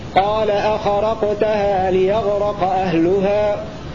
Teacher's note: قرأ بياء مفتوحة وراء مفتوحة هكذا. قال أخرقتها ليغرق أهلها ليغرق من غارق يغرق ورفع لفظ أهلها أهلها على أنه فاعل هكذا.